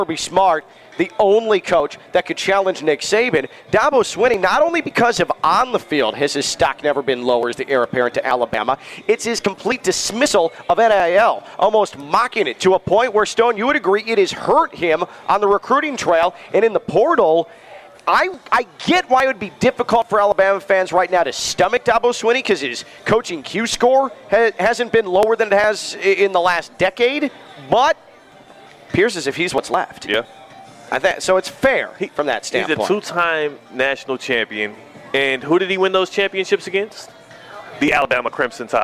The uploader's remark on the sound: Live from the South Florida Fair!